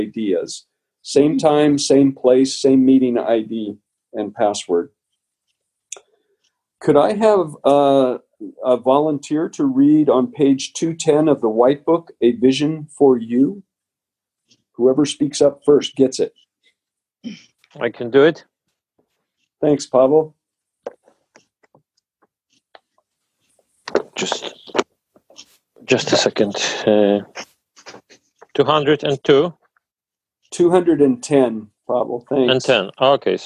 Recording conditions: video call